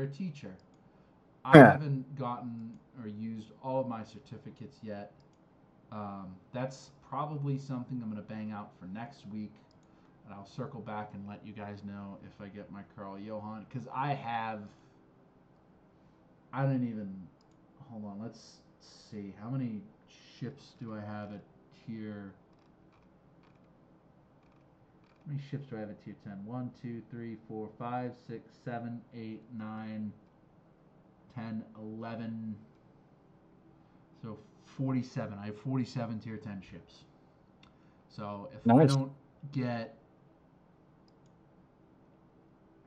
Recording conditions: poor microphone